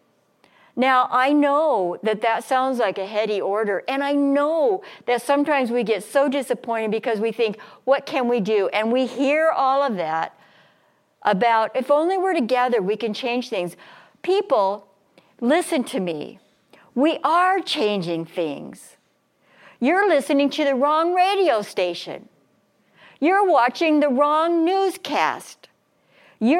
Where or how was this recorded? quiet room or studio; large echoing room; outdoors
large echoing room